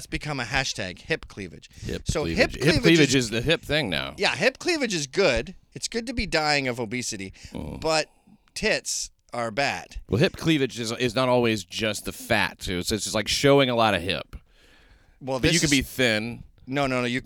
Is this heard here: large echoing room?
no